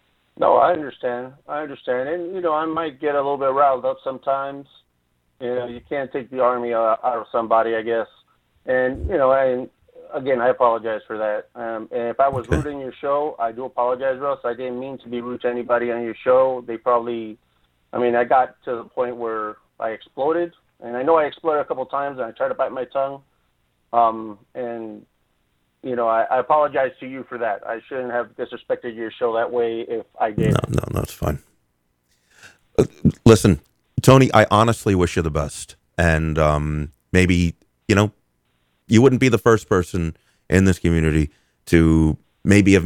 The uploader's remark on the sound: Utah vapers called